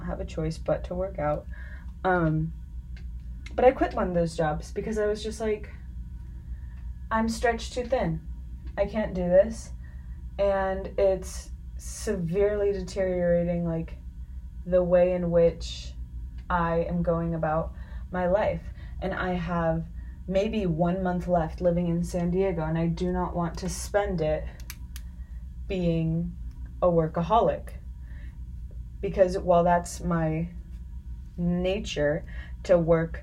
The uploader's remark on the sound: Forewarning the audio is a bit rough, I recommend listening at a faster pace so that the clanks and stuff blend in a little better.